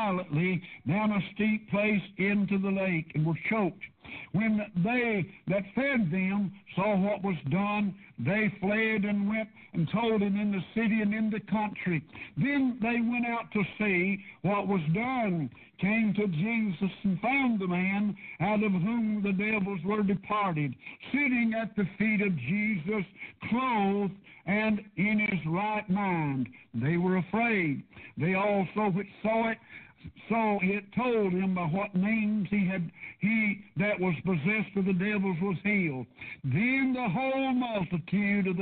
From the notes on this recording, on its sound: PREACHED PRAYER BAPTIST CHURCH